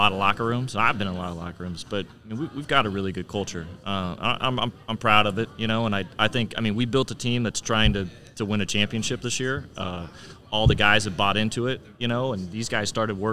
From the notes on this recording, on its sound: We're recording from the United Soccer Coaches Convention in downtown KC this week, and there's a certain buzz about arena soccer around here.